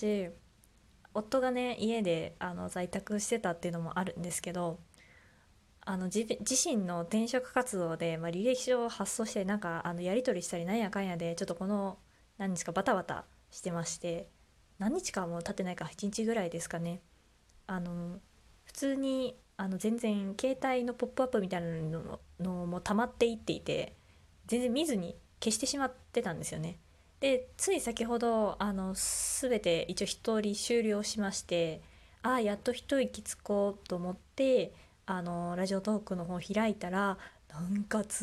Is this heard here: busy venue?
no